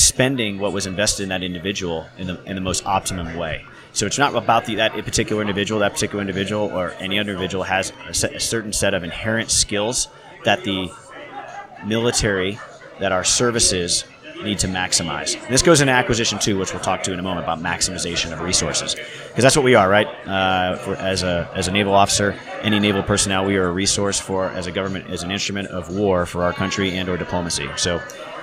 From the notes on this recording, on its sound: Live from Tailhook 2019.